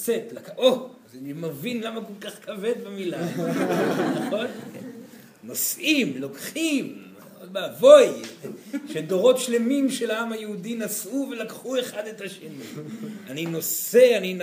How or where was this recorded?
live audience